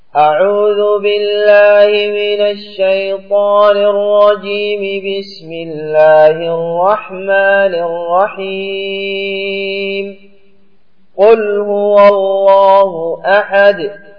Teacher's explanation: أنك تصل الاستعاذة بالبسملة وتقطع البسملة عن أول السورة